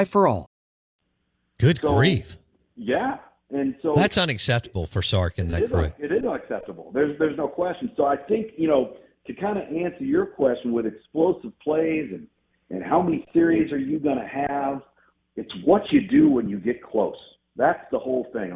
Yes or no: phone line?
yes